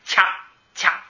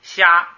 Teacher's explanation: 掐掐它有一开始有个爆破，虾没有前边那个爆破，所以叫广叫擦音，不是啊色擦音，这个这是死，然后下边一个是九